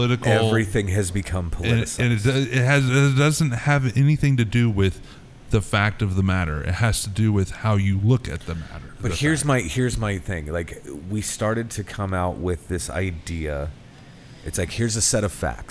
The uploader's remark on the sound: Recorded live from Big Rip Brewing Company in KC.